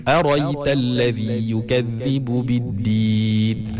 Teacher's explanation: Okey, dan yang terakhir, yang keempat, bacaan Imam Al-Kisai, dia membuang hamzah tu. Hamzah yang lepas ra tu dibuang. · Term: hadaf